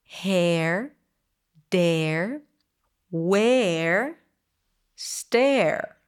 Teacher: push your lips slightly forward for the R. they're not as rounded as they are for the strong R. · The second one is the air as in dare. We start with an E sound, drop your jaw a bit more, and then move into the R smoothly, air. And as you do, push your lips slightly forward for the R.